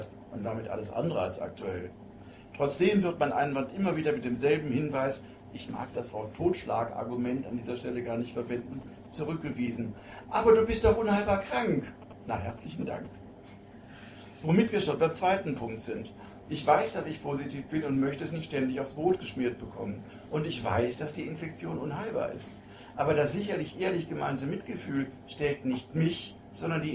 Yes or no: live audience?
yes